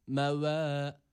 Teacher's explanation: Son kelime olan mevazinuh kelimesinde vav harfine dikkat edelim kıymetli dostlar. Öncelikle vavu uzatıyoruz bir elif miktarı. Meve. Tabii dudakları ileride burada. · Vav harfi olduğu için, dudak harfi olduğundan dolayı ileriye gidiyor. Türkçedeki gibi V değil de burada Arapçadaki vav harfinde dudaklar ileriye gidiyor. Meve. Bir elif miktarı uzatıyoruz.